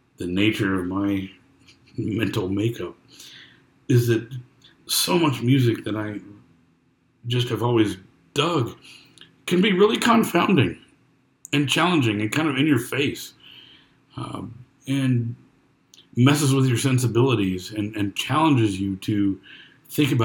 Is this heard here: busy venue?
no